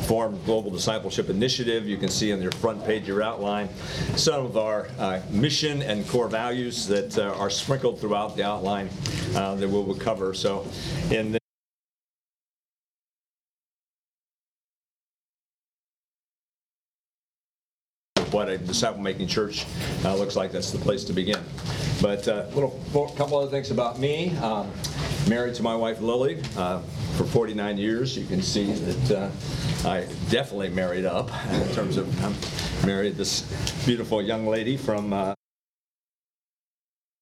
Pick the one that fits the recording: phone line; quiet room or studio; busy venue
busy venue